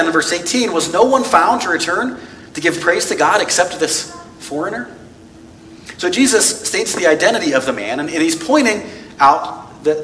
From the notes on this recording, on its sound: This message was preached on November 27, 2022 at FIVE39 Church.